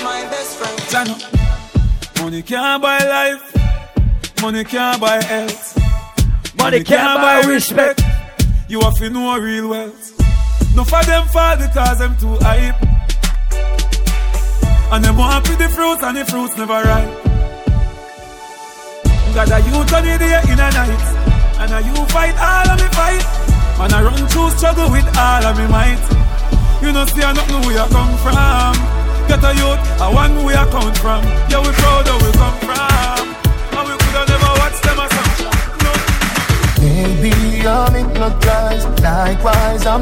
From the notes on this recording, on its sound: LIVE AT ISLAND SATURDAYS ON CHRISTMAS EVE. LIVE AUDIO.